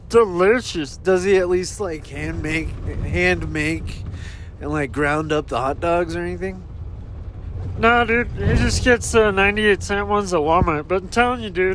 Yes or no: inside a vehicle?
yes